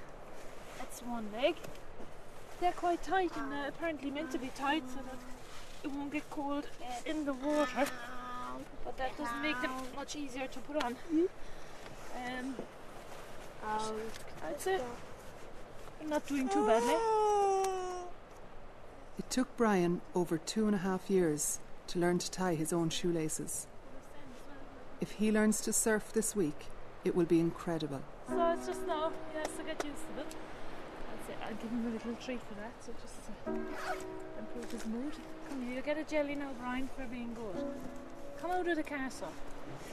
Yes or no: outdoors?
yes